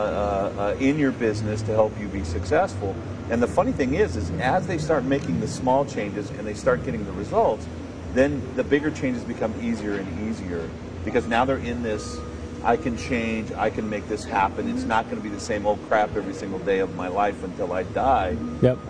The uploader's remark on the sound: Marketing, from the Vision Hi-Tech Expo and Training. This show was recorded at the Vision Hi-Tech Expo and Training, an event we absolutely love to come to!